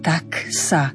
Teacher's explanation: Tam netreba nič meniť, pretože obe hlásky, ktoré za sebou nasledujú, sú neznelé.